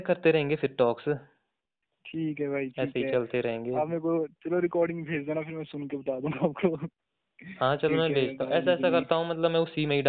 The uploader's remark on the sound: A phone call talk